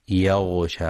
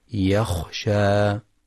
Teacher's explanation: يخطئ من يقرأ يخشى قريبة من يغشى، والصواب تحقيق الخاء · Shown in: second take